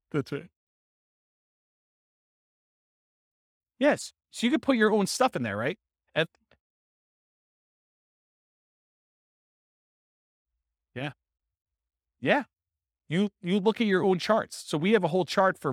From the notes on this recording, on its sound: This was a live class recorded